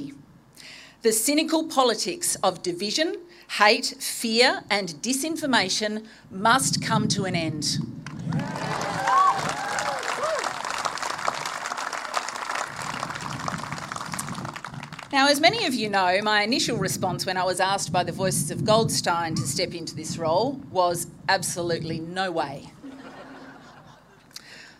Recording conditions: live audience